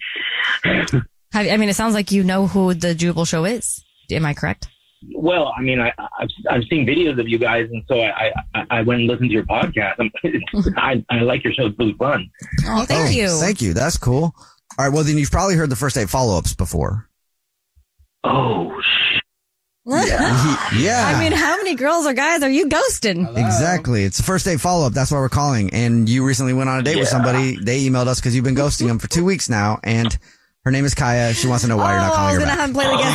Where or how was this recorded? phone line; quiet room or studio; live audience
phone line